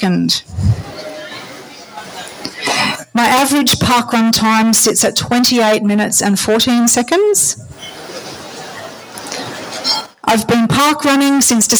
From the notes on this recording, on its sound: The adventurers bring you their live recording of palm (parkrun adventurers listener meetup) 2022 from the Hurricanes Café at Bellerive parkrun in Tasmania.